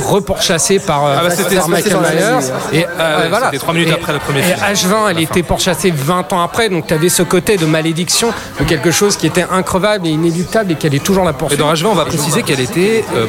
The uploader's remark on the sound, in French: Enregistré au Hurling pub (8 Rue Descartes, 75005 Paris), le samedi 27 Octobre 2018.